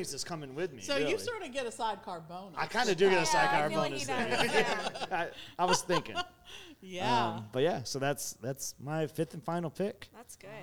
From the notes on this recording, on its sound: 6-Hour Live Show From Give Kids The World Village. We have another show from back in September that never aired that we recorded Live at Give Kids the World! Recorded at Give Kids the World Village in Kissimmee, Florida.